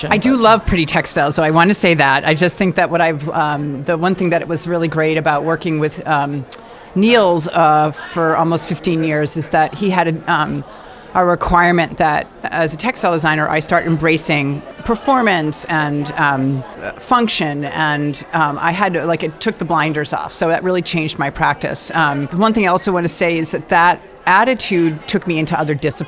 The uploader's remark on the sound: LIVE from NeoCon. We chat with six incredible guests.